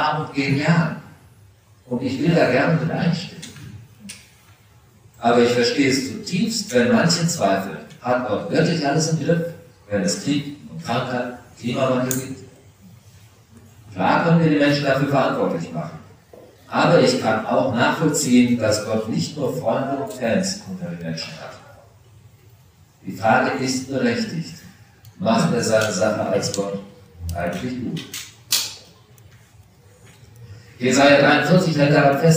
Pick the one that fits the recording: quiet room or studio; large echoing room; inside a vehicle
large echoing room